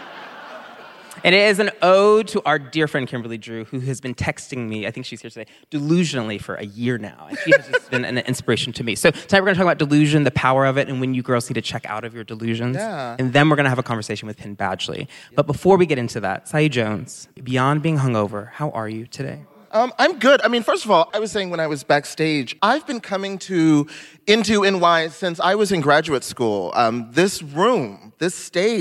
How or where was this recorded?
live audience